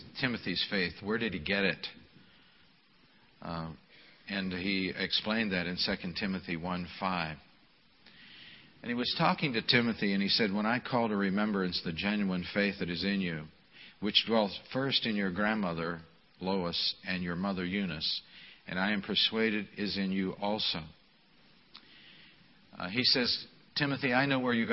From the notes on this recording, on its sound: This message was delivered at the Memorial service